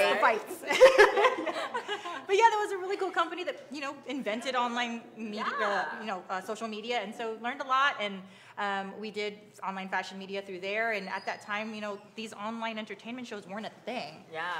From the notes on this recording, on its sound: With our LIVE audience from Jokesters Pub N Grub.